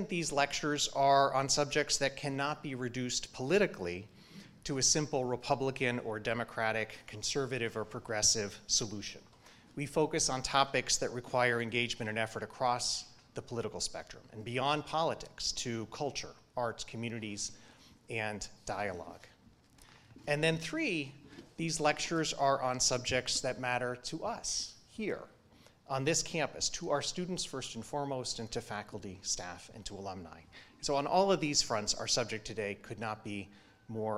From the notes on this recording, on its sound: deliver the 2023 Sternberg Family Lecture in Public Scholarship